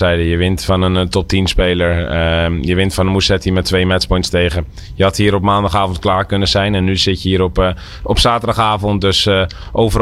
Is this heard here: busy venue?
yes